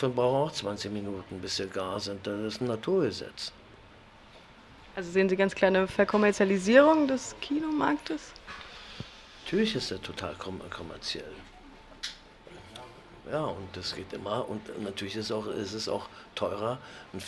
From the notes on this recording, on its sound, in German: Das Interview entstand auf dem Filmfestival Max Ophüls Preis 2011 in Saarbrücken.